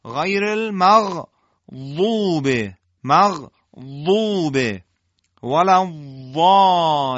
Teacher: ضاد رو به صورت دال مفخم اما به صورت نرم ادا بکنیم · Term: استطاله